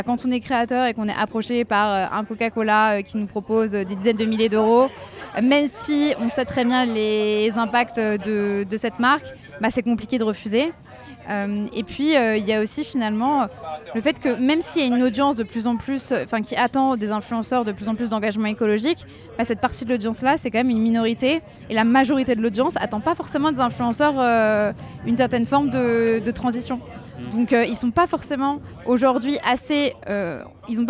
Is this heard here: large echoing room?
no